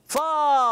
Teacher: اوپر والے دانتوں کے کنارے اور نیچے والے ہونٹ کے تر حصے سے